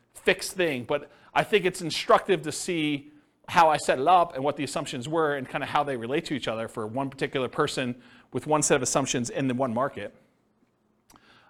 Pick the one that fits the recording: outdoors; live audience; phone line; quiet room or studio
live audience